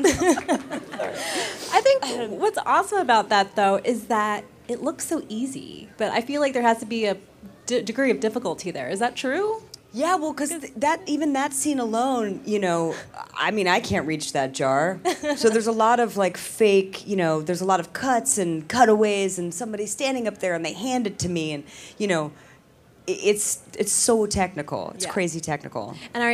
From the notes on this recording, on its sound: moderated discussion and audience Q&A